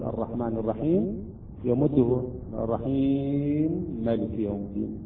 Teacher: لكون حرف الياء حرف المد أتى قبل الميم أصبح عندنا مد، مثل ما نقول هنا المد العارض إلى السكون.